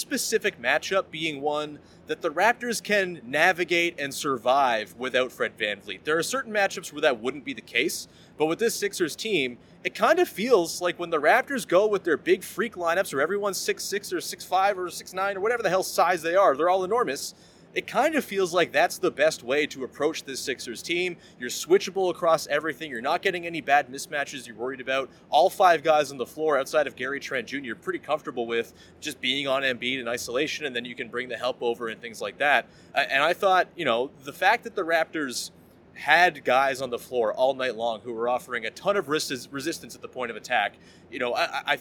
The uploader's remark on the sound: Goes solo LIVE from Scotiabank Arena.